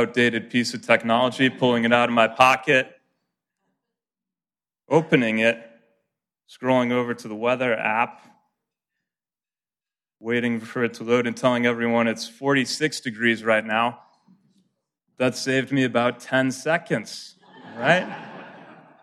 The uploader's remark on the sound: Live from the Rotary Club of Milwaukee.